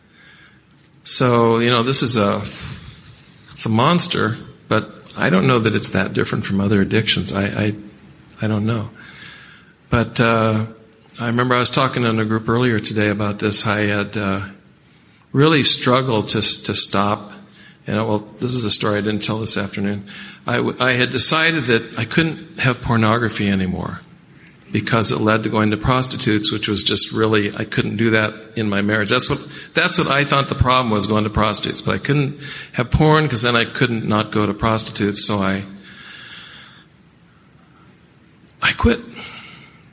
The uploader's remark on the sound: Friday Night Speaker - 2017 Ontario Conference